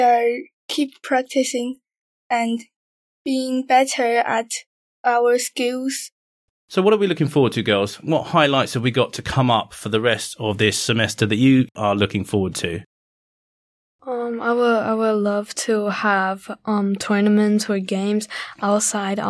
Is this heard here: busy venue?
no